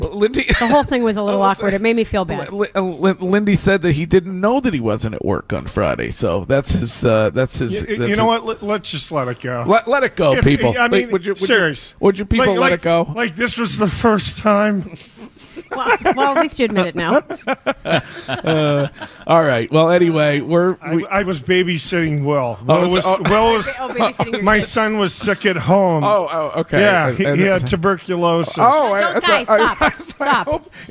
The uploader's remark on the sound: Broadcasting live from The Capital Grille. Finds his way to the broadcast location.